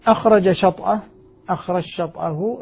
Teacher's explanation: الجيم في الشين فتصبح شينا مشدد، وهذا معنى قوله قد تثقل يعني أدغم، والإدغام يقتضي التثقيل، والتثقيل هنا التشديد، لأن الإدغام هو النطق بالحرف الثاني بالحرفين الحرفين حرفا واحدا من جنس الثاني.